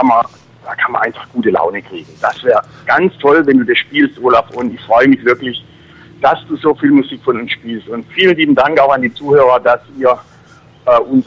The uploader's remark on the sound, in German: der Bandleader rief dann während der Live-Sendung an und kündigte zwei Stück